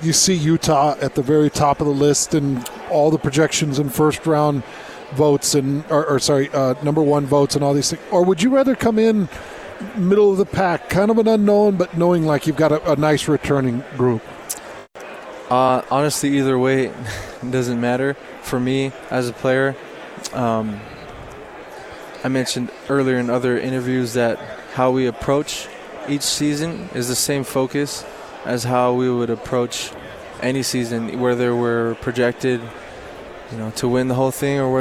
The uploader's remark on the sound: live from Pac-12 Media Day